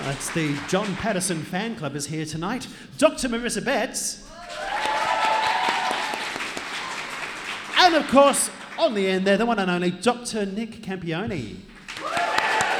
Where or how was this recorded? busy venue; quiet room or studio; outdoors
busy venue